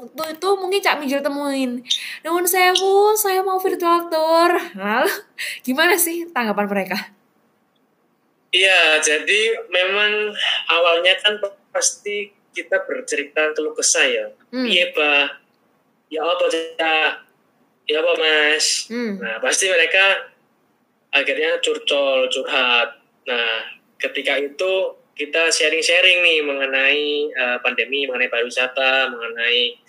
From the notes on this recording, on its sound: LIVE Instagram